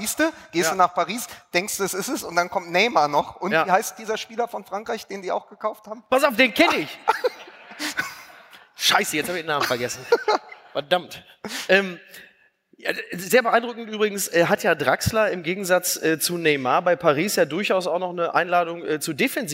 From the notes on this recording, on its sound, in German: bei der OMR Podcast-Nacht in der Elbphilharmonie - Folge 14 von FUSSBALL MML - Der Sky Podcast LIVE.